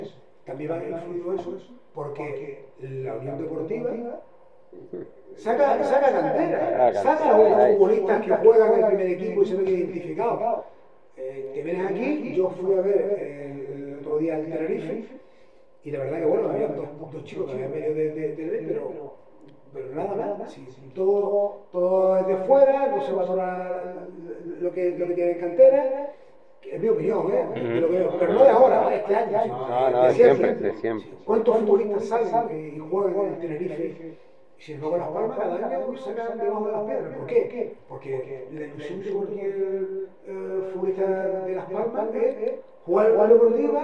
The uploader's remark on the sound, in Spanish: Tuvimos problemas técnicos con el audio, y hemos sacado la máxima calidad posible, disculpen las molestias.